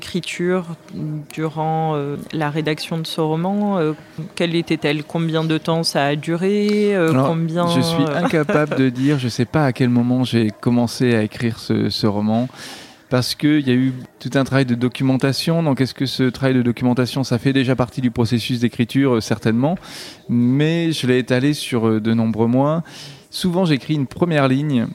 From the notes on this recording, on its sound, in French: Cet épisode a été enregistré au salon du roman historique de Levallois Perret les 2 et 3 juillet dernier.